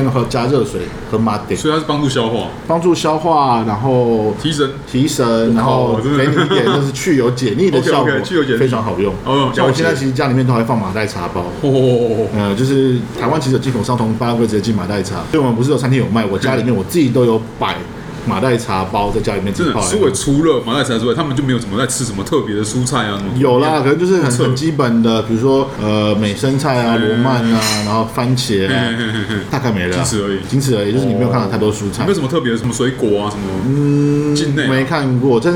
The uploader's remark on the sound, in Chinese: 本集白噪音指數：蚊風級 1/5。錄音地點： ABV Bar & Kitchen 台北日式居酒館。